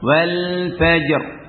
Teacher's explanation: Wal fajr dibaca tebal karena ra waqaf dan sebelumnya adalah sukun dan fathah